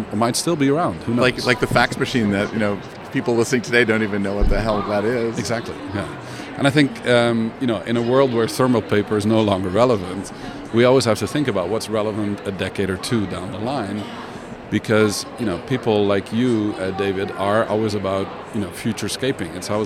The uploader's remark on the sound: Live from #IMEXAmerica